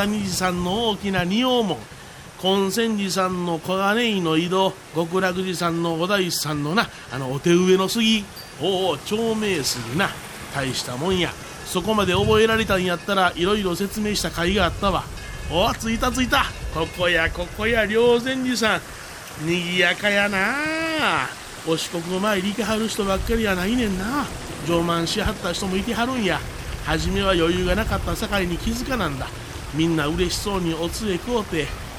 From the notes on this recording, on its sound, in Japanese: お礼参りに第一番札所、竺和山霊山寺に戻ってまいりました。今回は、四年前に霊山寺をお参りした時の音声も交えてお送りします。